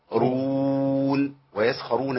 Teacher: انا عندي سين خاء مفخمه، راء مفخمه، الواو بعد كده مرققه